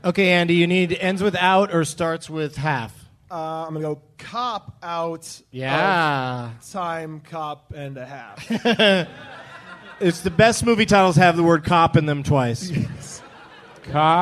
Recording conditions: live audience